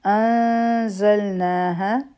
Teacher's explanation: انزلناها د نون ساکن نه پس ز راغله، دلته کې به اخفا کو او دوه سیکنډ ټایم به ورکو او بیا به مونږه ز ادا کړو. او په ز کې د بزنګ آواز دی. ناها دواړه حروفی مده دي، یو مره به راکاږو، مد تبعی دي.